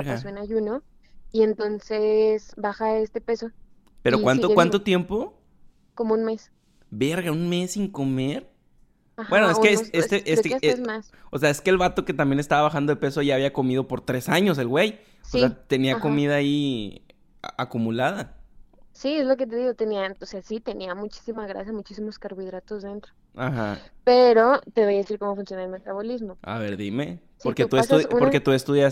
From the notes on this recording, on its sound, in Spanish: le marque por teléfono a una amiga que vive en otros estado